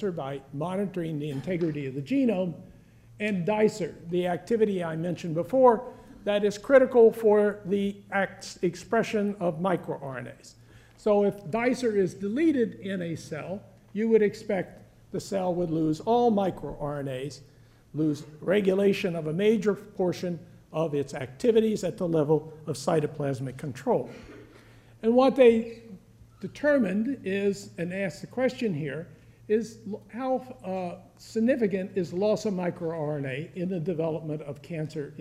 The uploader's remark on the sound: One of a series of lectures from The Yale School of Medicine Bicentennial Symposium